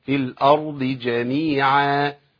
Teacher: همزة مرققة في الآ، وبعد كده راء مفخمة في الأر، وبعد كده ضاد مفخمة مطلقة مستعلية